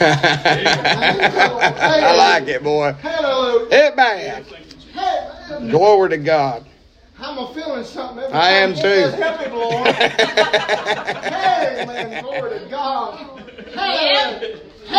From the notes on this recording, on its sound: preaching live from Christian Care Community Nursing Home